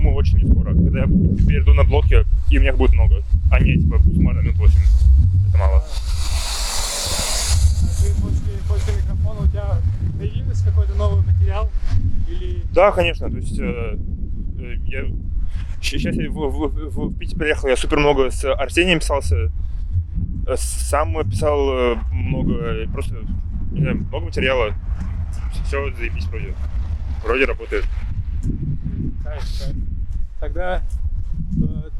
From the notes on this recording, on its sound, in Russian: После половины разговоров закрыли заведение и нам пришлось продолжение на улице записать: Я не взял ветрозащиту, прощу прошение, но что-то в наушниках можно услышать.